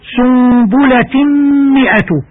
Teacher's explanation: إدغام التنوين بغنة عند حرف الميم